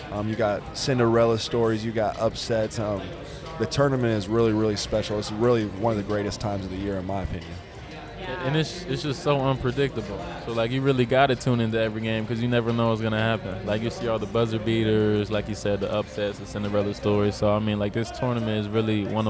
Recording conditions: busy venue